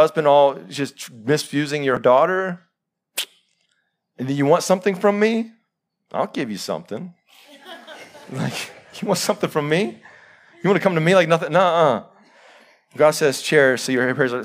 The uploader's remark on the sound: Live sermon recorded 22-August-2021